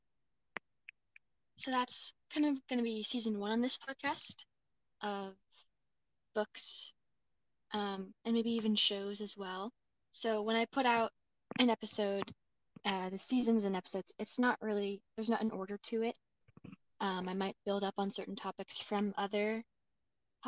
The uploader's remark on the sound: The clicking noise will be fixed